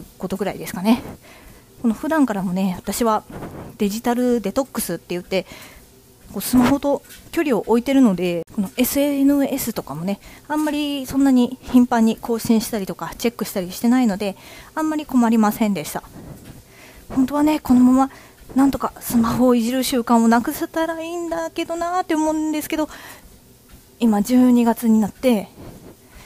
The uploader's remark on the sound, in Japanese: ランニング中のため雑音アリ